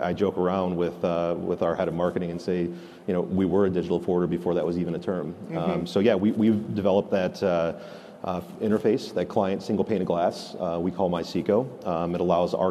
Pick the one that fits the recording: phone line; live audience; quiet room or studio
live audience